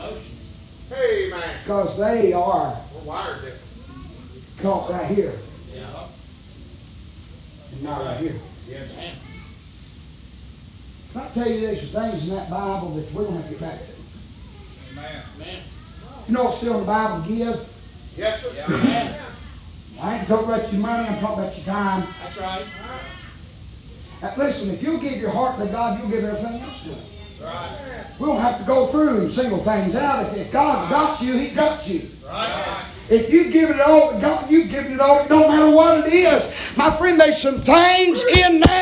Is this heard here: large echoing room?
yes